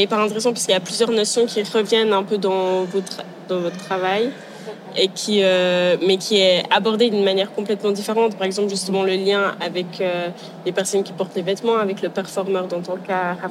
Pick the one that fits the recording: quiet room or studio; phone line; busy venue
busy venue